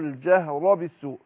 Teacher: وبرضو كذلك الجيم الجاه لا اقول لا يحب الله الجهر بالسوء يبقى انا برقق الجيم وبعدين الهاء وبعدين افخم الراء عشان مفتوح